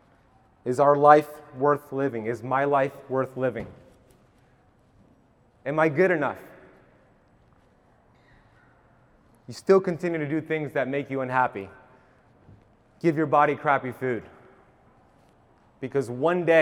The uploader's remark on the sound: 40 minute keynote lecture at KetoCon Austin 2022